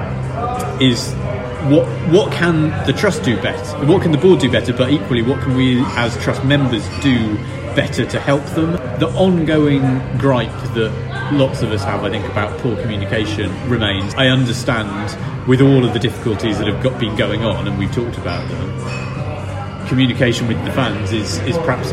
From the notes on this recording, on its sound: Apologies for the audio on this one - Tiny Rebel was noisier than we expected and we'd forgotten to bring a proper mic!